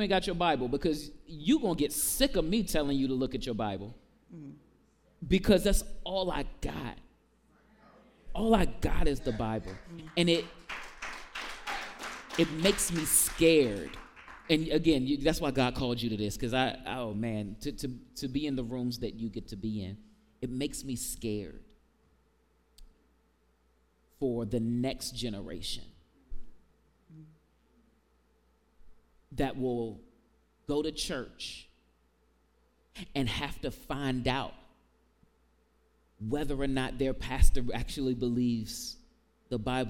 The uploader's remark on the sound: In front of a live audience